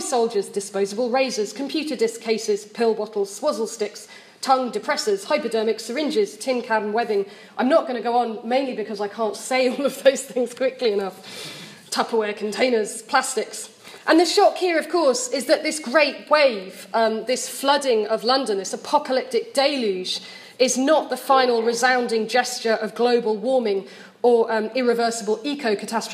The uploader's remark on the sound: Deliver one of the plenary addresses at the London Literary Society&#39;s annual conference in July 2017. Deliver one of the plenary addresses at the London Literary Society's annual conference in July 2017. Held at the Institute of English Studies, Senate House, University of London.